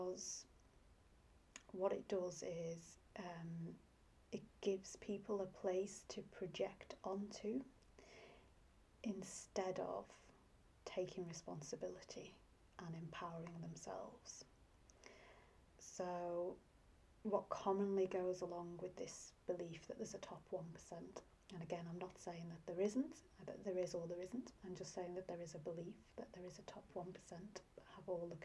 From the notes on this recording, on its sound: You may also need the sound turned up as I recorded this some time ago, without a mic!